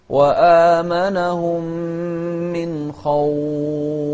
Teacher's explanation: ننتبه للفاء أيضا في الهمس فيها، خاصة إذا كانت متطرفة عشان تتضح